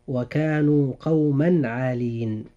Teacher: كلمتي قوما عالين هنا تنوين، وجاء بعد التنوين حرف العين، فهنا يجب الإظهار. وقد قلنا إن التنوين لا يأتي إلا من كلمتين، فقوما جاءت منونة وجاء بعدها حرف العين في كلمة عالين، فهنا النطق يكون هكذا: وكانوا قوما عالين.